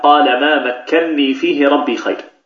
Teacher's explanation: أصل هذه الكلمة مكنني، قال ما مكنني فيه ربي خير، أصلها هكذا، فأدغمت النون الأولى في النون الثانية، هي بدل أن تكون مكنني تكون مكنني ثم تدغم مكنني، هذا إدغام كبير، فأدغمت النون الأولى في النون الثانية إدغام مثلين كبيرا، وصار النطق بنون واحدة مشددة